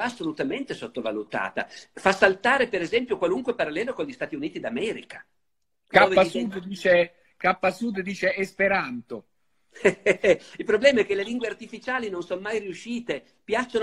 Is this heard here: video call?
yes